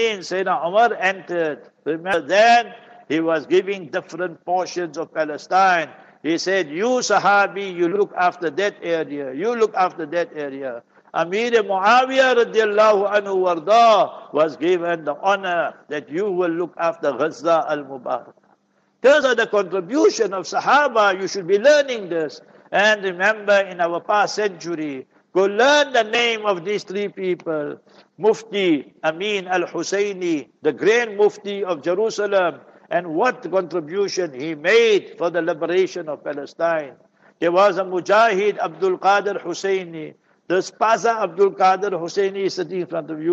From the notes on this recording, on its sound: Jumah Lecture at Verulam Masjid